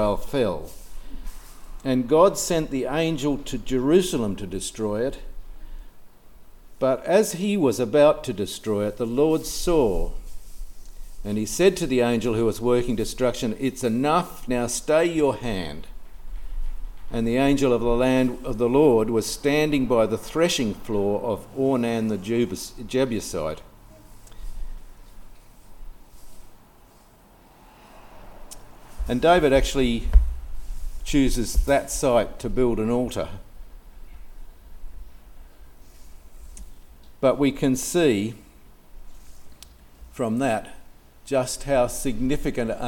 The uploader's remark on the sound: This sermon was preached on 14th January 2024 at all services of Helensburgh and Stanwell Park Anglican Church